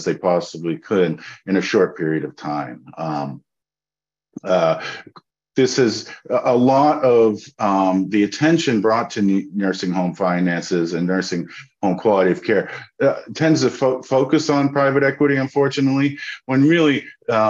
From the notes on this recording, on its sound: we are sharing the audio from Consumer Voice’s webinar